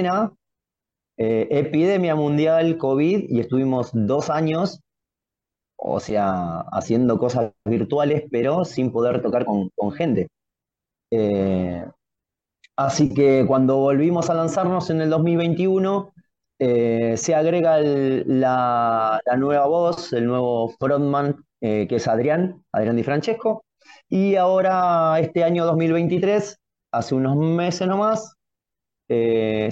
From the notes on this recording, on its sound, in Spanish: Charlamos via zoom.